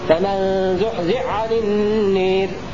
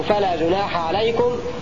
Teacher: يدغم الحاء في العين مع تشديد العين وإسقاط الحاء · Shown in: first take · Term: الإدغام